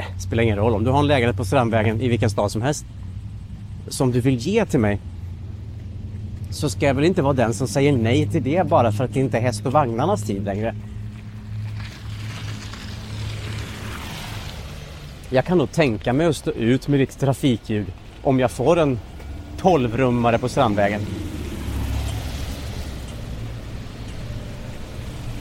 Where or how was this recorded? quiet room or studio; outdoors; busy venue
outdoors